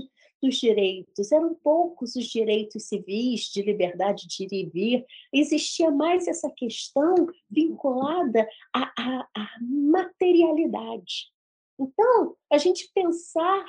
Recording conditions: background noise